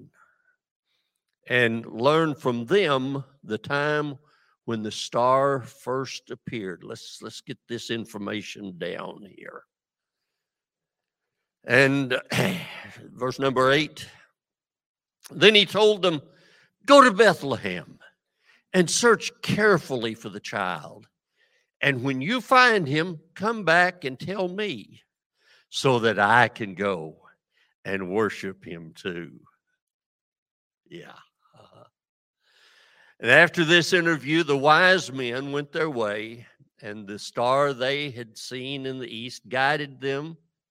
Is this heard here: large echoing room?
yes